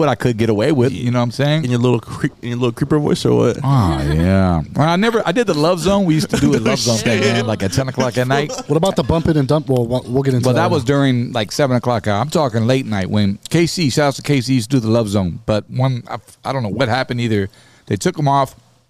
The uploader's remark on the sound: TODAY we are location LIVE from Bubba's Tacos in Ontario, CA!